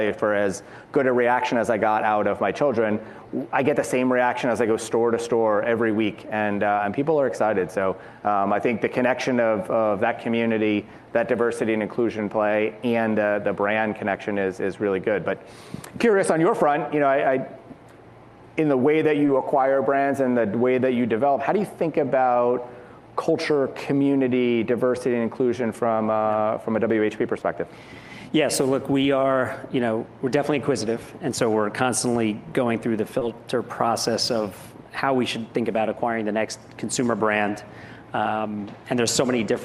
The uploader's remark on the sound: In this episode of Uncommon Thinking, originally recorded at Advertising Week New York.